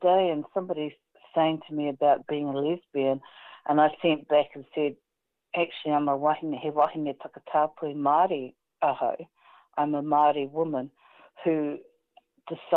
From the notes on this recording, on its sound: Recorded in the first days of the New Zealand Covid19 Lock down. Interviews contacted over the telephone.